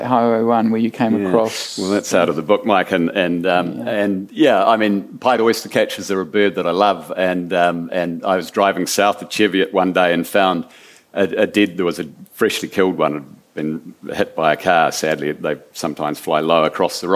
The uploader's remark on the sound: at the 2021 Marlborough Book Festival